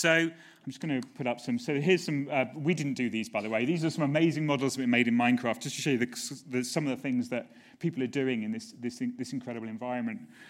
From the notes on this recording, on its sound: Recorded at the 5x15 Bristol event on September 11 2016.